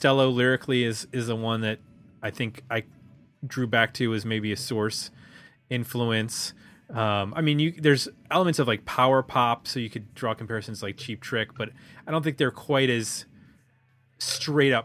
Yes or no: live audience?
no